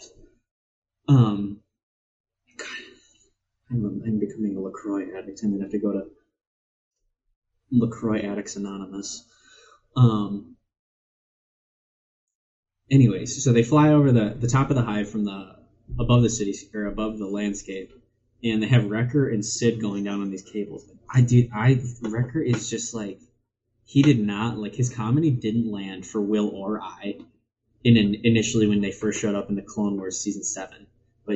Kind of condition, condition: fault, poor microphone